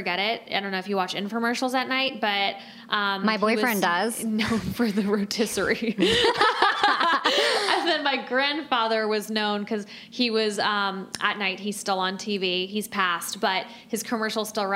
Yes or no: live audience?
yes